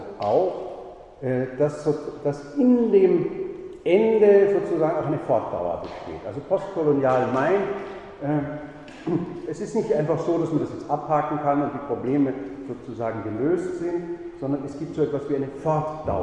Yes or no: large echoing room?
yes